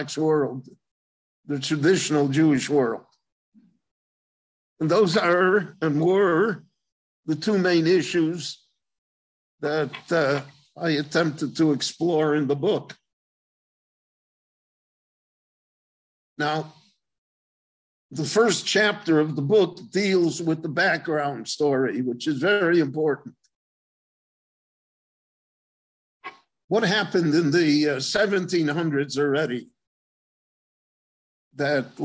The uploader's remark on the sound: Gave a LIVE zoom lecture in Israel.